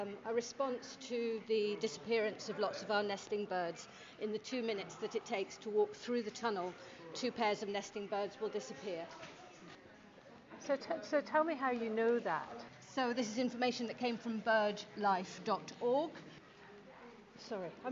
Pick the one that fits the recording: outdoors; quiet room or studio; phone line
outdoors